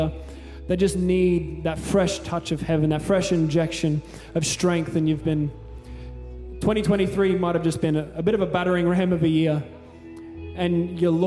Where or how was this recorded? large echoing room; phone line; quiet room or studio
large echoing room